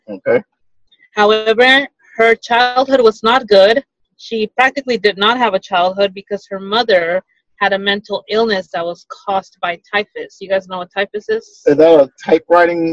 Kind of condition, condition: link, video call